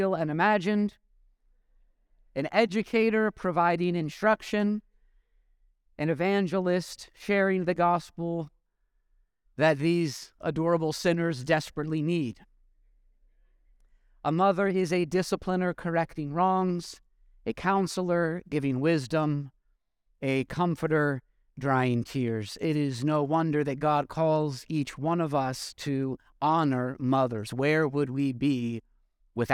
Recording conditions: large echoing room